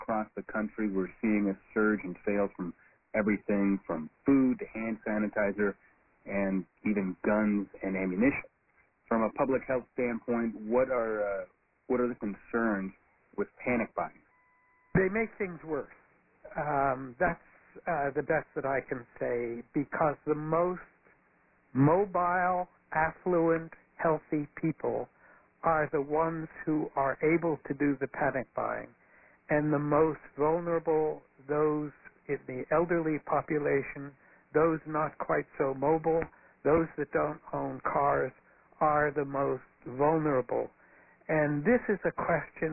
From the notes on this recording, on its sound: Press Conference. This call was recorded at 2:30 pm Eastern Time on Thursday, March 19.